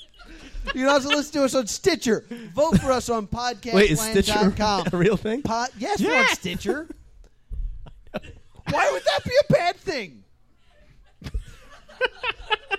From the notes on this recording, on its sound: We are live from Jester Playhouse at 545 Tilton rd in Northfield NJ